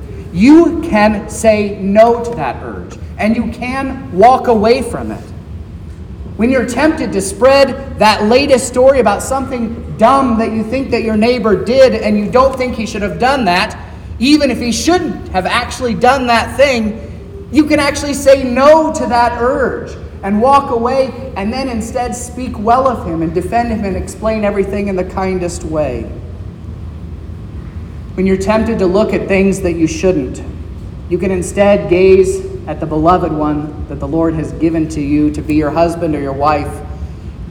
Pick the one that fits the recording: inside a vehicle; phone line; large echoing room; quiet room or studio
large echoing room